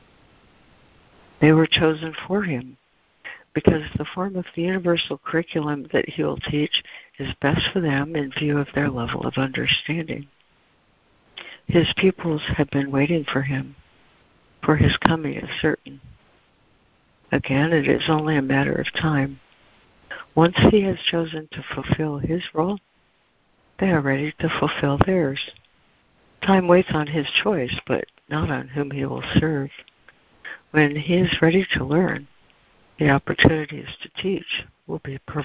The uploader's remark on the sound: ACIM Daily Conference Call.